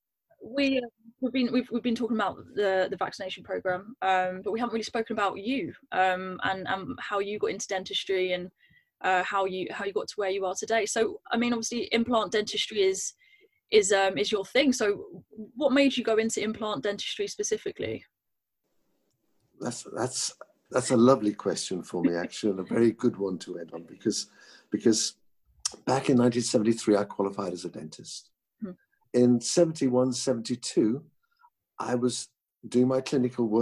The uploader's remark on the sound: This podcast was recorded via Zoom